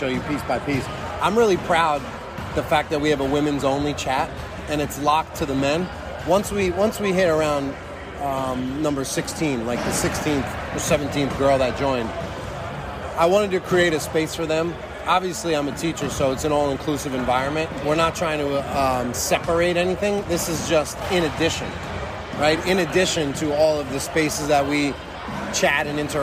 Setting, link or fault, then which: setting, busy venue